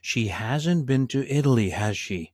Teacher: we bring our intonation down because it's not a true question, just as a confirmation that we have knowledge of something.